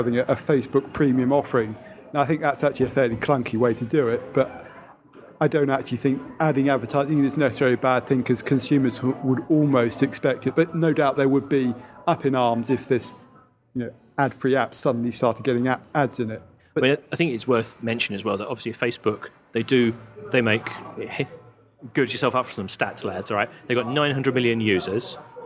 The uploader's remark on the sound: This week we're 'live' from Nokia's Summer Party near Trafalgar Square